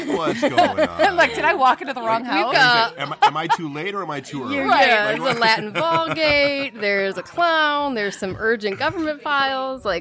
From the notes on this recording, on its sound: Live from Nexus 419. We are back with a live episode from the awesome new shop Nexus 419 just outside of Toledo!